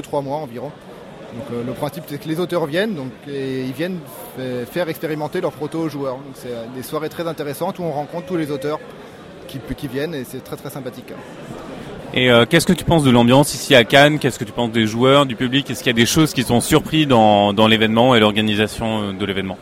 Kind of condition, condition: setting, busy venue